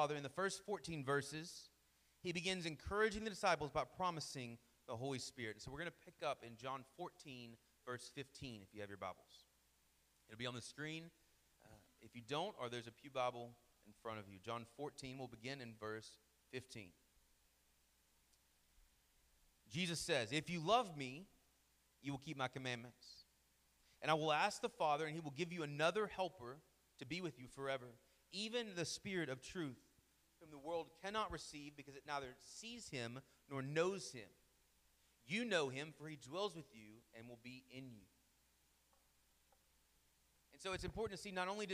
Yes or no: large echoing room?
yes